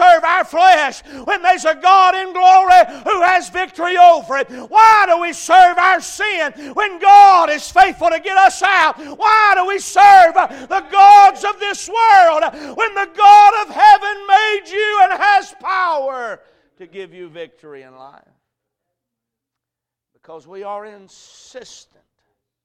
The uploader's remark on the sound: A message preached at Crossroads Baptist Church